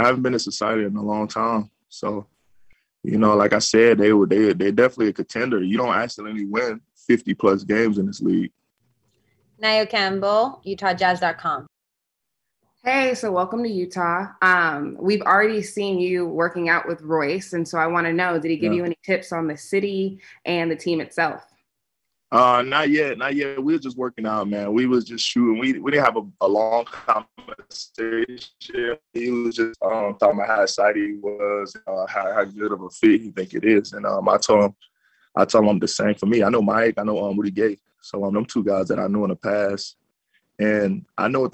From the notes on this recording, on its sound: Introductory press conference. Spoke with Utah media for the first time as a Jazz player on Monday afternoon, via ZOOM.